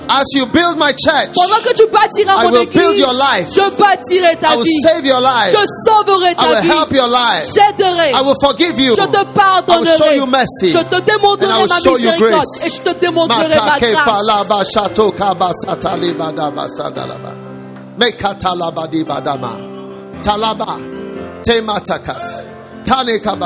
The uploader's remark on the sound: Preached at a Healing Jesus Campaign Pastors' conference in Abidjan, Cote d'ivoire the 30th of January